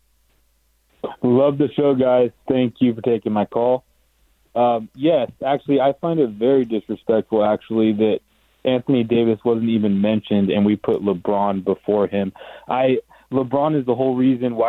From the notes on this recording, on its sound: The phone lines continue to blow up